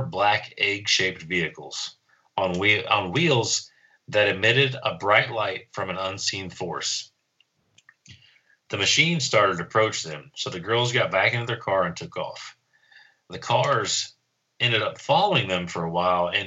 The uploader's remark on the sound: On this episode we had to record over Skype so with that being said we apologize for a lesser sound quality.